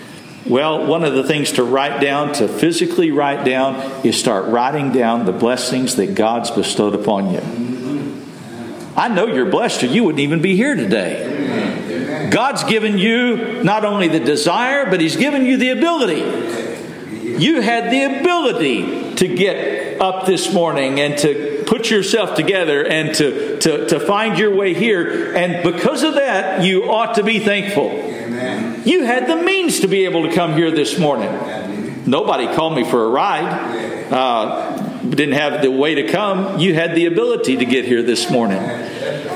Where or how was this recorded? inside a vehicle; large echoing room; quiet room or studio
large echoing room